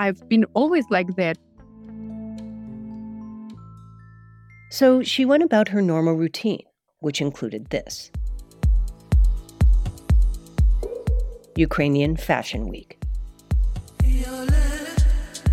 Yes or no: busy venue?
no